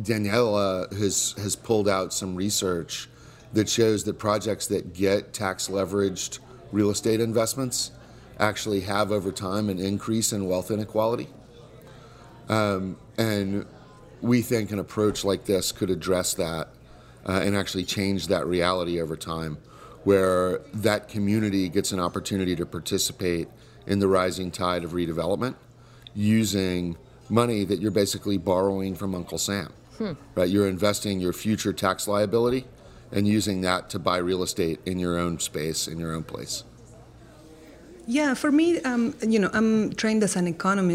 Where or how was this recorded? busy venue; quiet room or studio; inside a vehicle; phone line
busy venue